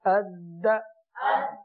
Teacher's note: حروف قلقلہ میں سے جو دال وہ موجود ہے تو یہاں قلقلہ کریں گے اور یہاں قلقلہ مشدد ہوگا